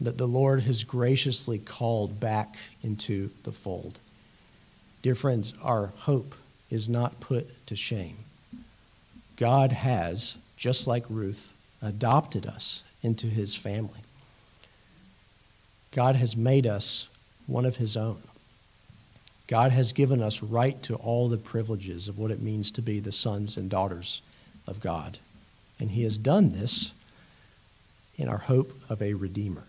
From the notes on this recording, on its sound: It was preached at Ortega Presbyterian Church in Jacksonville Florida.